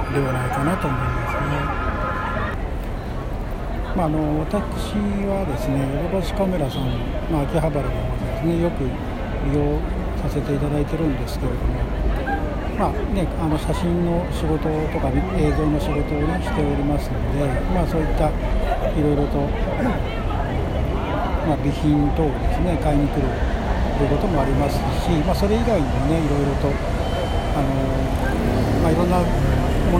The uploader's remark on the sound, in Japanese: お散歩ラジオ 歩歩歩 秋葉原編。オール街頭収録の為 風の音など少々入ってます。